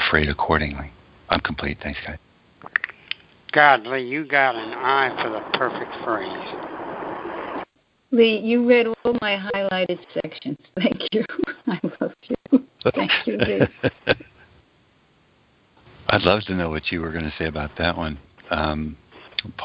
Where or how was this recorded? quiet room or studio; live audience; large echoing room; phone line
phone line